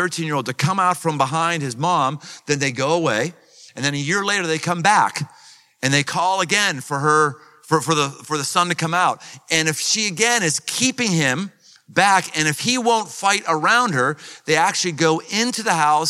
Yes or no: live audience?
yes